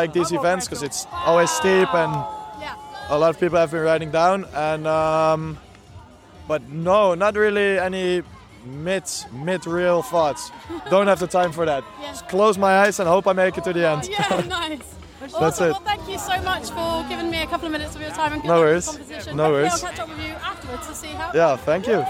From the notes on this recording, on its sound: It was my first time recording at a live event so the sound quality isn't the best. Recording at the first ever Snowfest in Innsbruck. Straight from the prestigious urban snowboard competition, Rock a Rail 2022.